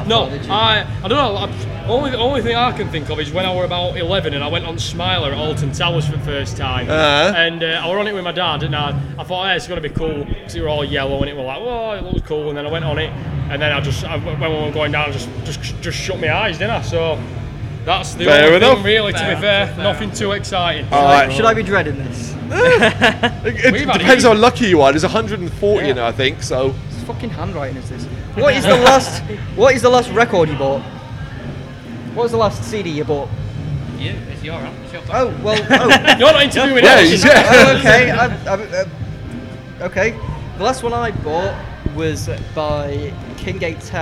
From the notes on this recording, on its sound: Live From AoniaFest V. Live at the festival.